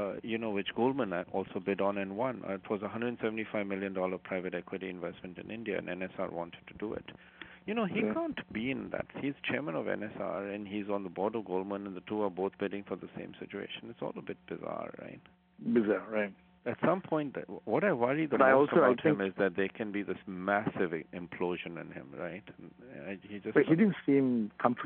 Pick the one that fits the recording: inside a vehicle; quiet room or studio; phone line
phone line